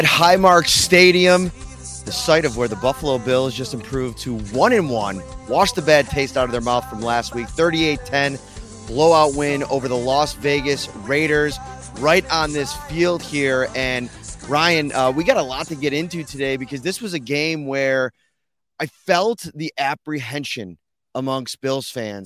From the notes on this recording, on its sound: live from Highmark Stadium